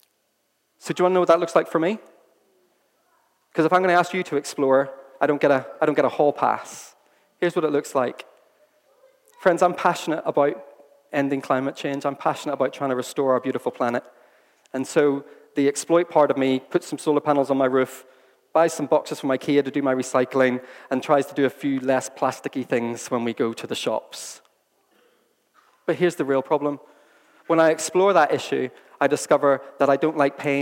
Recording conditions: large echoing room